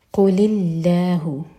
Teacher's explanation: लाम जलाल लाइट, क्योंकि कुल के लाम के नीचे कसरा है